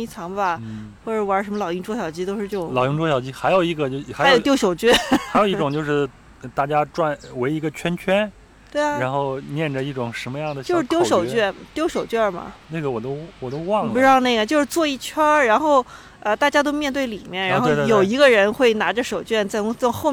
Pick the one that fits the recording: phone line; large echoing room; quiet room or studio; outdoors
outdoors